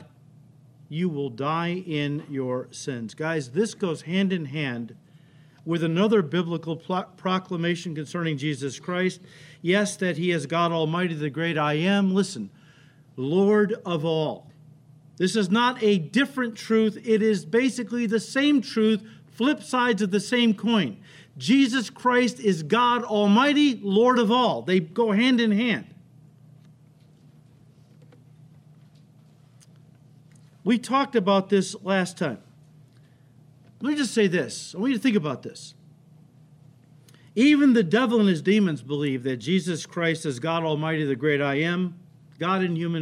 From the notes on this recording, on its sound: The audio file this week is from our 8:30 AM Service, while the video is from our 10:30 Service. Calvary Chapel Elk Grove is a non-denominational fellowship located in Elk Grove Village, a northwest suburb of Chicago in Illinois.